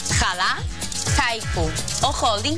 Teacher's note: Jalar, haiku o holding són estrangerismes inclosos al diccionari normatiu, però mantenen la H aspirada. No necessàriament fan la H muda perquè s'hagin inclòs al diccionari com ha passat en vol, ok o aixix.